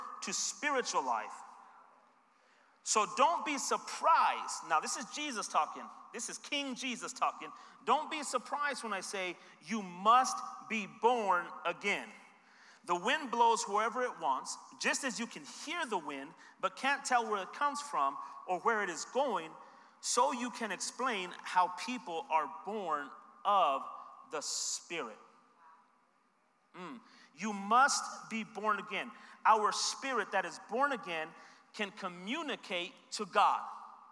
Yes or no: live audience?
yes